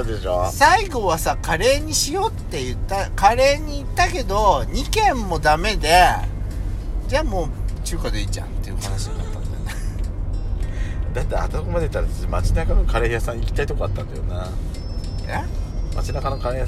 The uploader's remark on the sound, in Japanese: パーキング収録